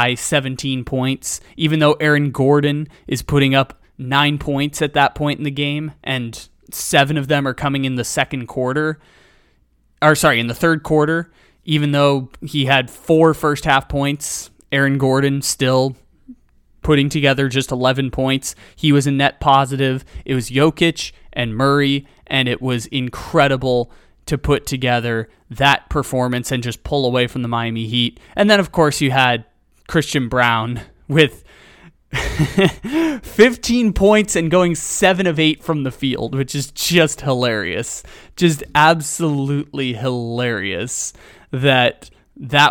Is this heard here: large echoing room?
no